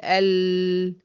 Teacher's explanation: لان اللسان او الحافة الامامية من اللسان اعترضت طرف، اعتراض طرف اللسان لخروج الصوت ده، اعترضت الطريق قدام الصوت، فخرج الصوت من الجانبين، ولكن انغلق منين؟ من الحافة الأمامية مع اللثة بتاعتي · Term: جريان جزئي